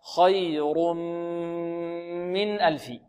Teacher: بغنة، لأن الميم من حروف ينمو، حروف ينمو، إدغام بغنة، هكذا خي رم رم. التنوين يصير ميما بإدغام في الميم، ينقلب ميم ويدغم في الميم